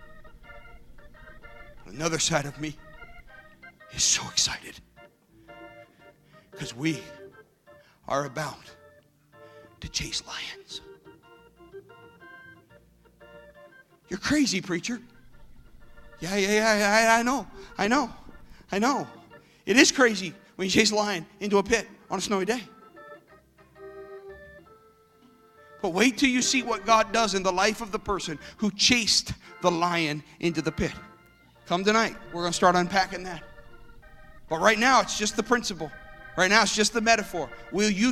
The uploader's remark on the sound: This service was recorded live at Newark United Pentecostal Church.